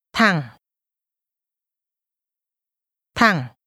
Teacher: Straight ahead is pronounced with a falling, rising tone.